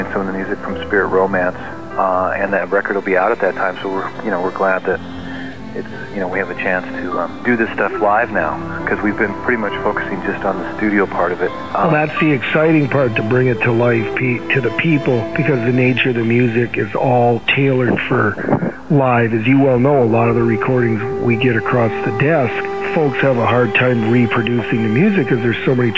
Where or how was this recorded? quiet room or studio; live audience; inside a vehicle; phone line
phone line